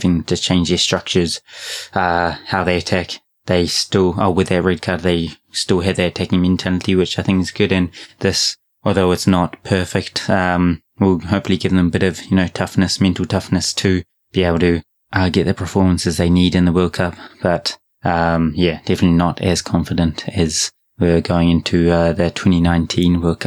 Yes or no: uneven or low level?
no